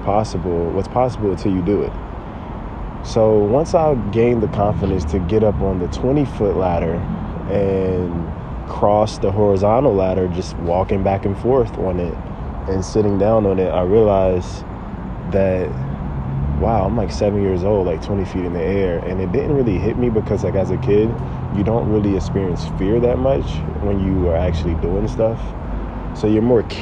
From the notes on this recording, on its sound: This podcast was recorded from a tree!